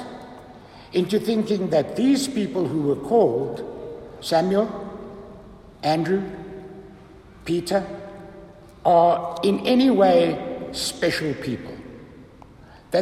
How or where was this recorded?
large echoing room